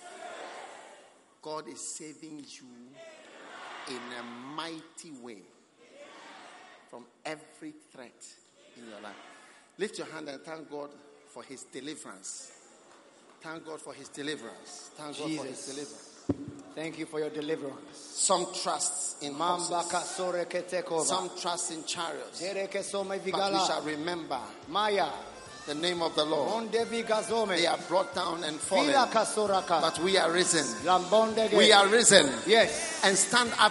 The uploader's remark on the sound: Preached at the Prophetic Encounter Service.